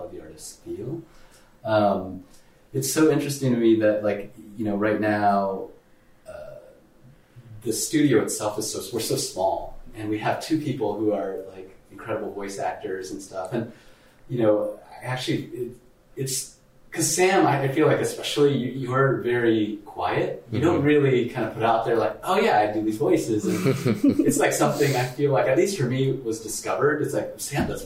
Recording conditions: poor microphone